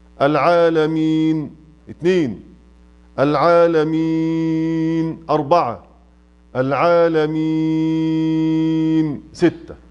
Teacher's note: مقدار مده اثنين أربعة ستة، يجوز للقارئ أن يقف بأي مرتبة من هذه المراتب · Term: العارض للسكون